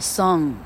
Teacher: 所以所有的字尾 I NG，它的音标都是，嗯，第三号鼻音哈。你的嘴巴是微开的，只要是闭上的，你的音都不对了哈，是，嗯。啊，例如说 S O N G 叫做 song，唱歌叫做 sing，哈。你说老师，sing，嘴巴没有很开啊，啊，嘴巴开合的程度完全按照字母 N G 前面那个母音哈，A E I OU，它开合的程度来决定现在开合有多大。啊，既然是 I